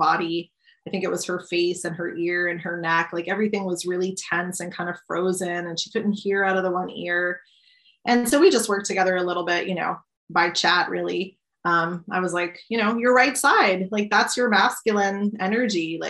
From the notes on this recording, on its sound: recorded this New Moon zoom